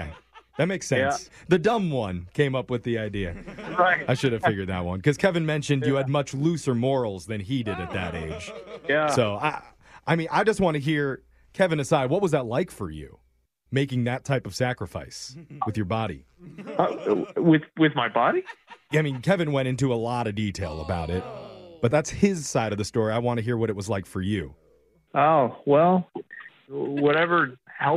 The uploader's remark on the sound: Today we’re Phone Tapping a guy whose brother is applying for post grad schools and put him down as a reference.